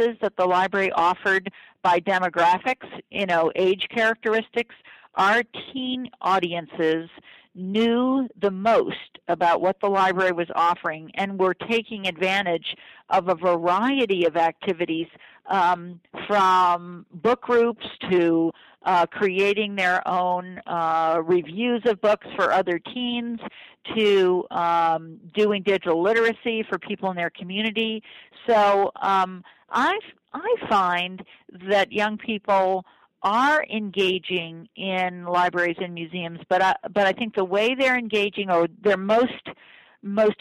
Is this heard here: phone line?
yes